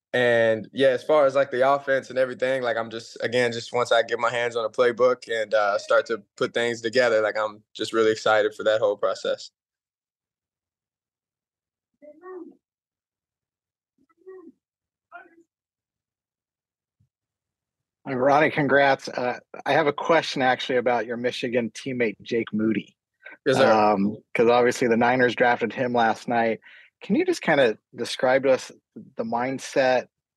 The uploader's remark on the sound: called in for an introductory press conference